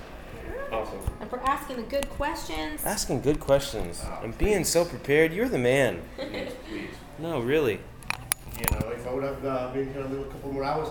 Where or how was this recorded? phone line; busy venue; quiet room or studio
busy venue